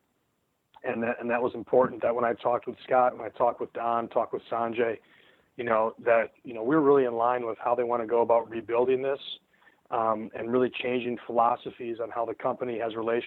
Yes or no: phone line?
yes